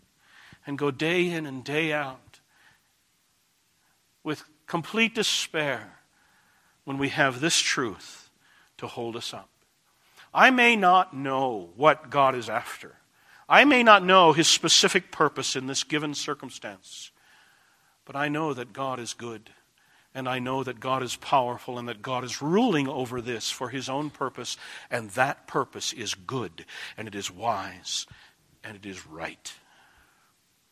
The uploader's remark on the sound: This message was delivered June 27, 2010, at Desert Springs Church, Albuquerque, NM.